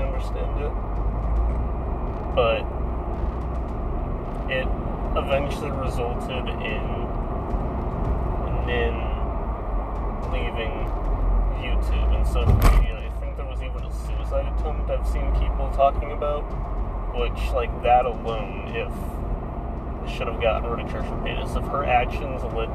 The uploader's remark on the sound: I realized how bad the audio quality is with the car engine in the background.